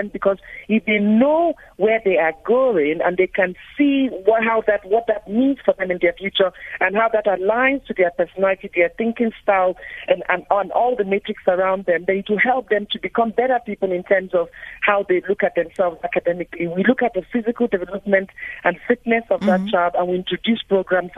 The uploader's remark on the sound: GUEST(Phone)